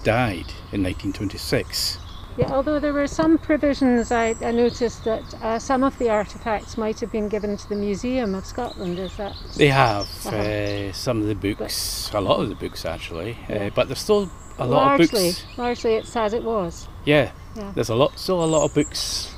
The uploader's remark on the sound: A walk round the grounds at Lauriston Castle